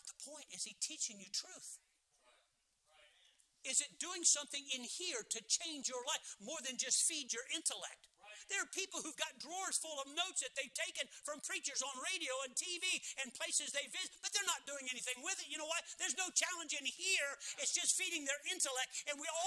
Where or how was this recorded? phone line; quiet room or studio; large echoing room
large echoing room